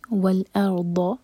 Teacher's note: حمزہ کو لائٹ رکھیں گے، را ساکن ہیوی ہوگا اور ضال ہیوی